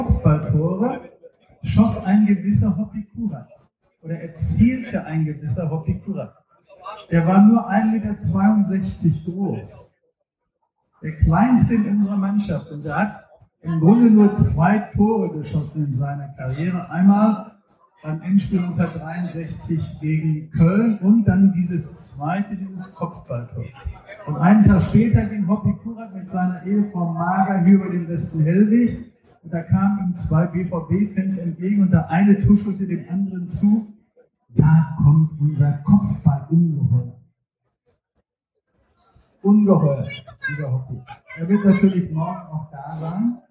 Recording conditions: poor sound quality